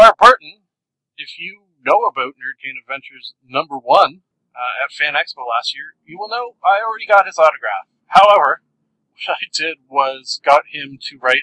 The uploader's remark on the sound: Toronto ComicCon 2013. Much apologies for the audio quality on this one! Not up to my usual standards.